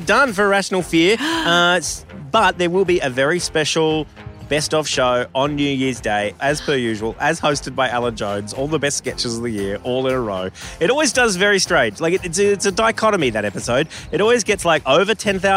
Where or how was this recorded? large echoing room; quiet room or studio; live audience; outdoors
outdoors